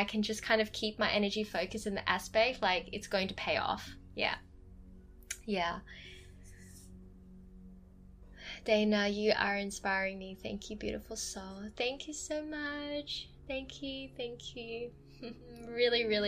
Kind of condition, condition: fault, sounds in the background